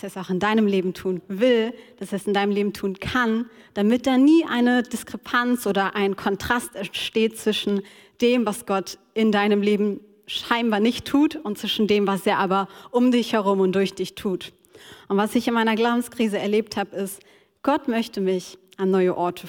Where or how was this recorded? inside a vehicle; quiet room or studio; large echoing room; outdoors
large echoing room